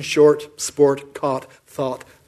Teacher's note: anybody who pronounces an R has got short and sport with an R in it and court and thought without one